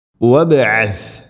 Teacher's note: റാ റബ്ബന വബ്അസ്, വബ് ബാഇനെ ഖൽഖല ചെയ്യണം, ശരിക്കും കേൾക്കണം